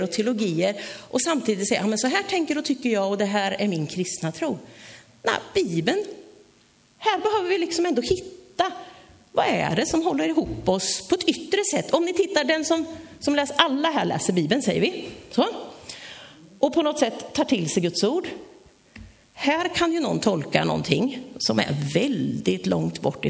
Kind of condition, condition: setting, large echoing room